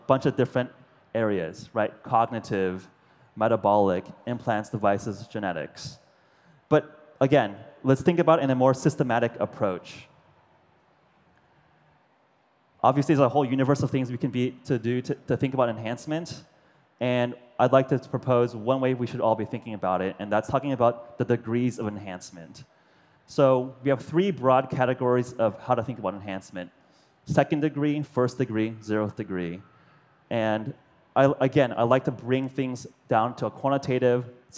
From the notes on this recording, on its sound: To a large audience at the popular World's Fair Nano. World's Fair Nano Speech.